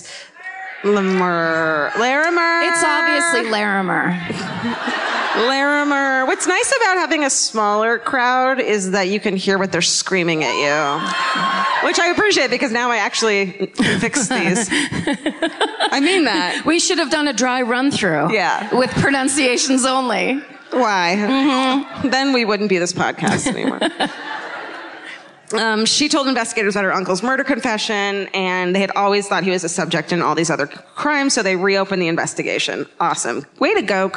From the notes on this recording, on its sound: Live at the Boulder Theater. Comes to you live from the Boulder Theater.